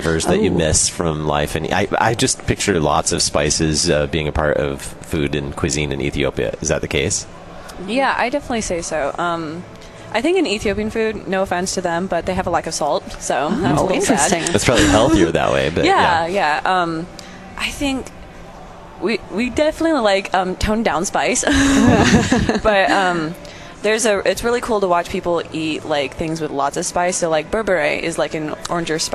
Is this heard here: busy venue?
yes